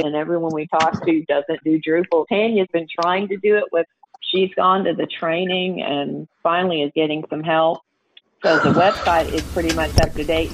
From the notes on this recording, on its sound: The coffee club where we have live conversations and take your calls.